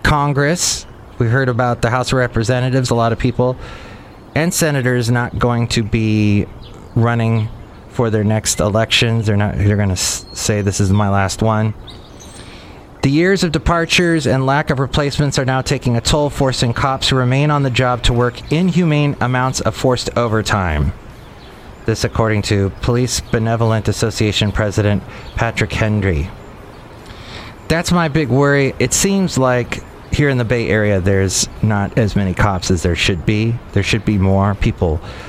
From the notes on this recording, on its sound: podcasts live from Café Anyway